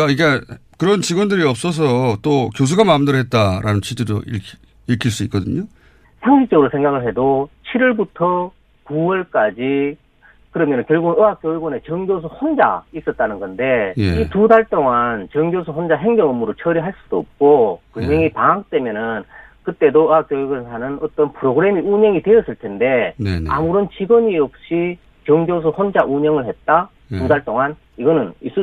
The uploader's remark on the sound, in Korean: 전화연결 정교수 PC에 표창장 직인 파일? 전화연결 "표창장 입수경로?